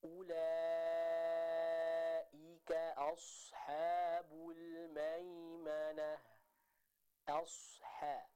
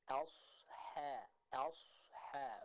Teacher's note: Jadi swad tebal, tapi ha-nya tetap tipis. Bukan asha, tapi asha.